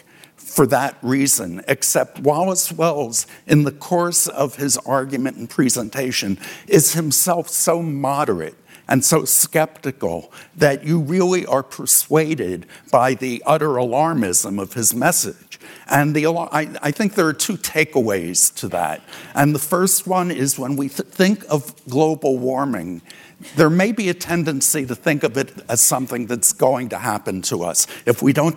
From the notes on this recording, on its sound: taped live